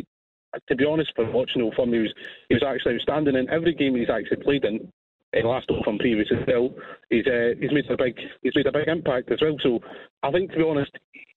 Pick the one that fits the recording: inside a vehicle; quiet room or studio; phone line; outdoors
phone line